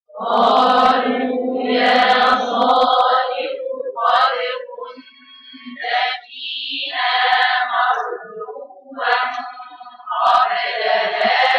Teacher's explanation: هاخد الكاف خالصة كاف والنون غنة ثم التاء خالصة من الغنة